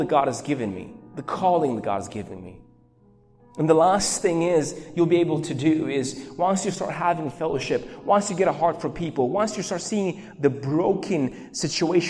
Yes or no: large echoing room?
yes